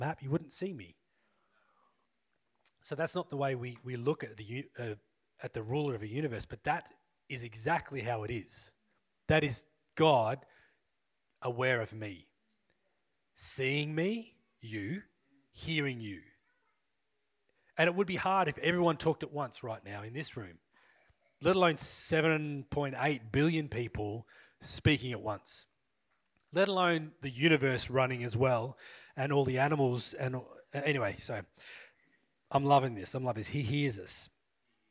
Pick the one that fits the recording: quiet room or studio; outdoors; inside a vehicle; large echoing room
large echoing room